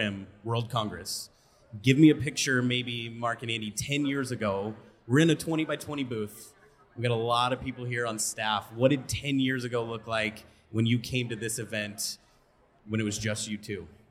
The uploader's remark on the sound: Live from A4M World Congress in Las Vegas